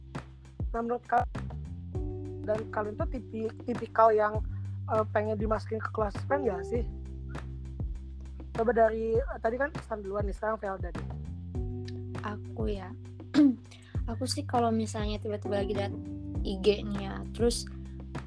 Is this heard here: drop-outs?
yes